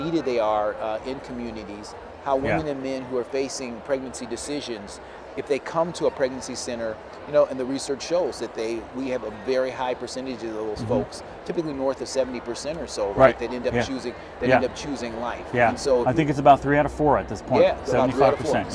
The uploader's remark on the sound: Recorded from Care Net's National Conference in Mobile, Alabama. The 2023 National Conference had 1,600 attendees, an all-time record.